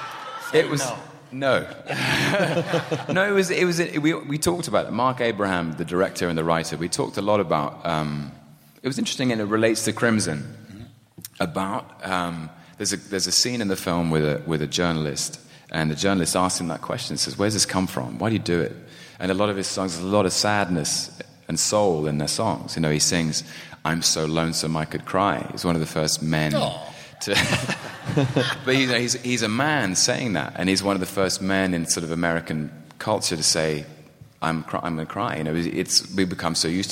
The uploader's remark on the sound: Live at SDCC